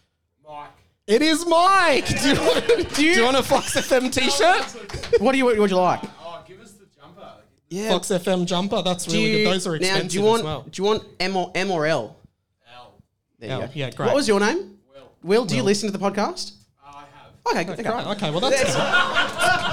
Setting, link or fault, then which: setting, live audience